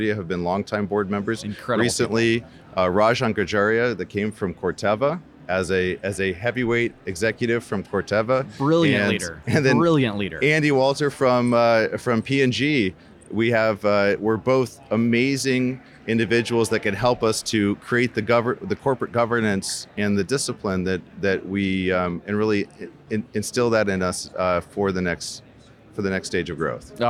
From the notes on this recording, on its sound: joins us from the Rally Innovation Conference